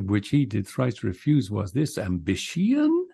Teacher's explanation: Ending on the strong masculine, tenth syllable ending.